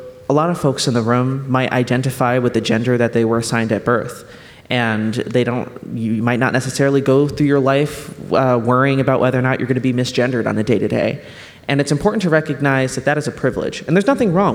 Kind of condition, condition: setting, live audience